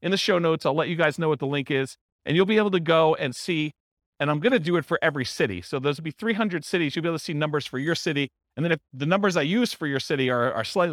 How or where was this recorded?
live audience